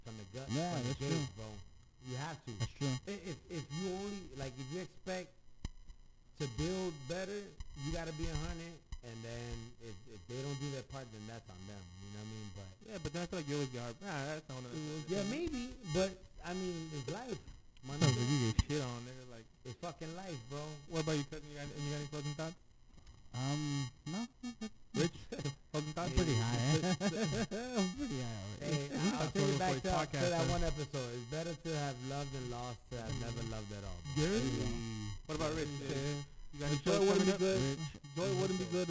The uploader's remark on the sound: Apologies for the poor sound quality near the end